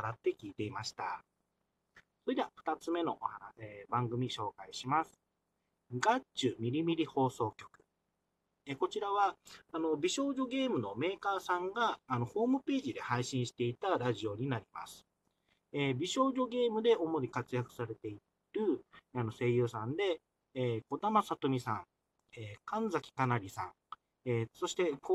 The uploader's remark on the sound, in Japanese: スマホ、車中収録のため音質が悪いです。